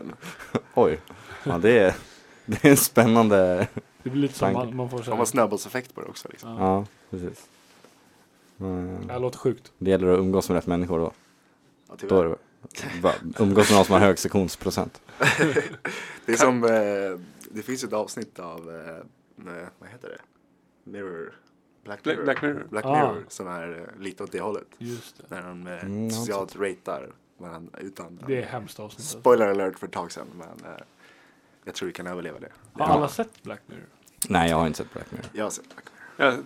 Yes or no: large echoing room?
no